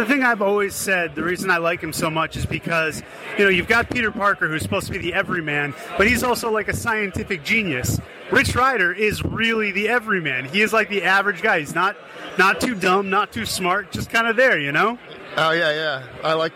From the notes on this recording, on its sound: NYCC 2017 - Artists Alley Day One. Share stories from the convention floor.